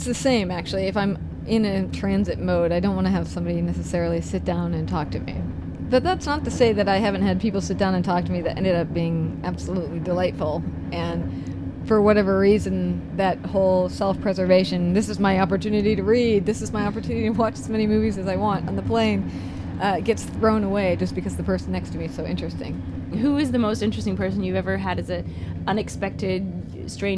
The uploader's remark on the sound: This episode that we recorded on a train between Rome and Orvieto way back in 2014. While the Umbrian countryside whooshes along outside the window.